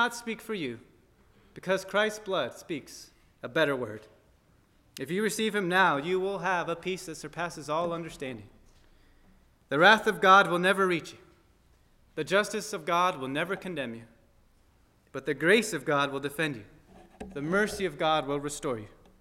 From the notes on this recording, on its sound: at First Baptist Church in Delphi, Indiana